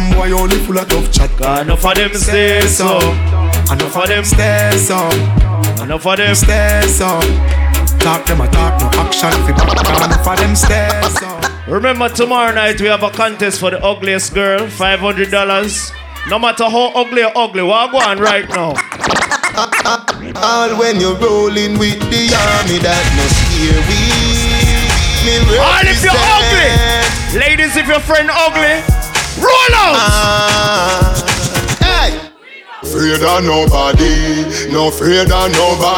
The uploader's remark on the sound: Pre Party of Purge Anarchy Live From Inside Sit And Sip!